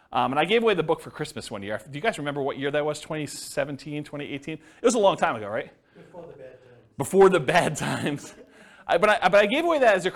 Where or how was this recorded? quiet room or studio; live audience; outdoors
live audience